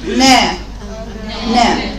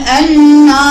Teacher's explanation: استفال يعني اقصى لساني نازل · Shown in: first take